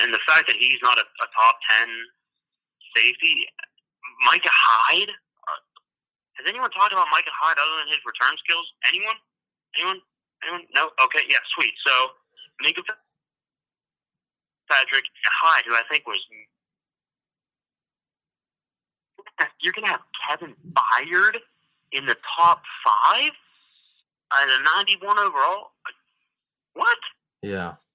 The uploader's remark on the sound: joins us on the phone for the second segment